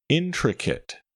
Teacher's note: Intricate has a short I on all three syllables, even the one with the letter A.